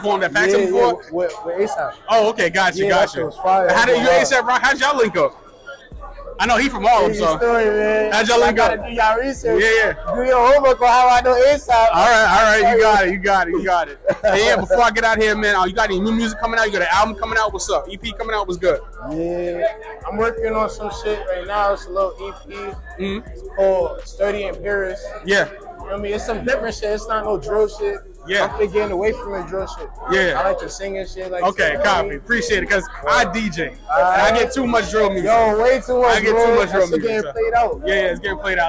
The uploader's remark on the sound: Is live at the Tunage Showcase.